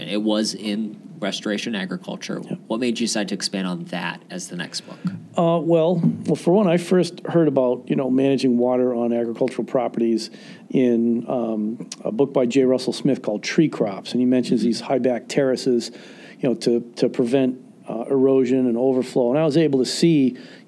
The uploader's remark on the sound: during the 2019 MOSES Conference